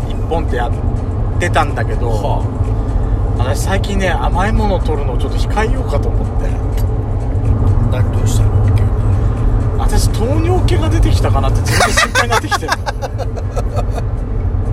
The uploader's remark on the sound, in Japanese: From Radiotalk。ドスドライブ収録。ロードノイズゴメンね。